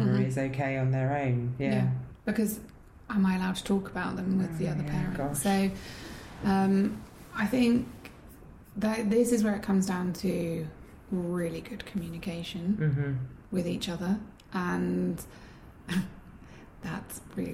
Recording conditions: sounds in the background